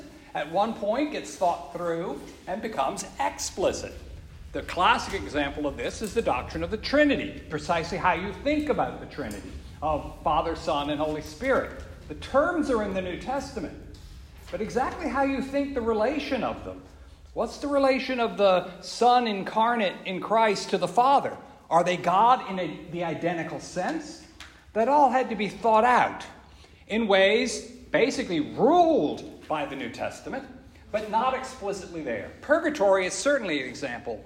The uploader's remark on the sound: This lecture was given on October 13th 2023. Joseph's in Greenwich Village.